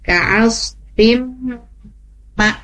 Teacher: bacaan-bacaan yang masuk ke hidung itu ditahan dulu, dinikmati masuk ke hidung dulu, tahan, jangan terburu-buru.